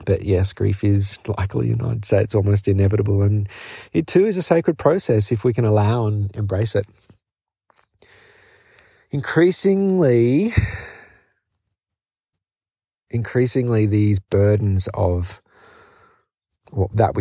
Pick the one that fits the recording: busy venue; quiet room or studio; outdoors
outdoors